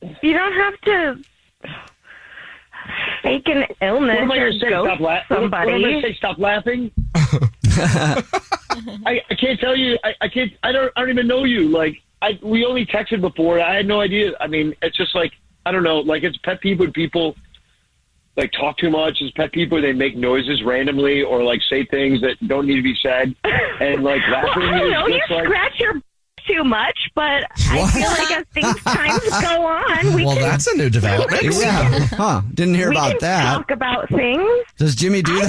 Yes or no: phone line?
yes